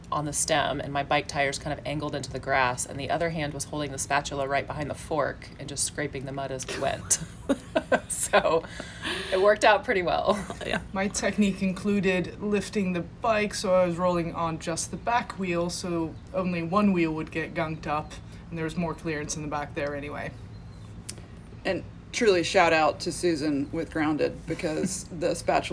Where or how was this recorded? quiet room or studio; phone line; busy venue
busy venue